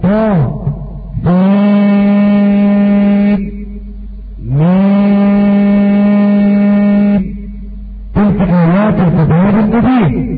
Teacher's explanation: أبا جعفر يقرأ بالسكت في فواتح السور، والسكت يقتضي الإظهار